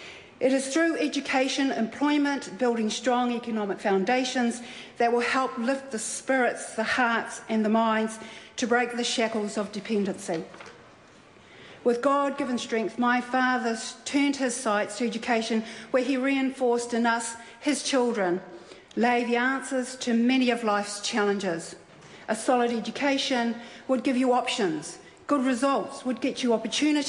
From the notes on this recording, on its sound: delivered her maiden speech in Parliament on June 12, 2013